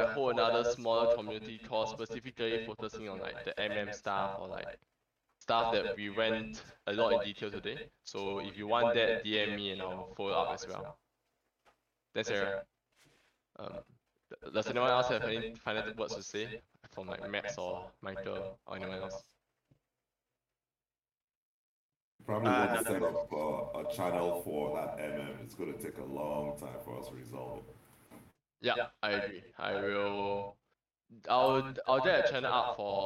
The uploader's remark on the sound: This is a recording of OpenBook's first community town hall. The quality is not great due to faulty settings resulting in an echo, but apparently it's the only recording.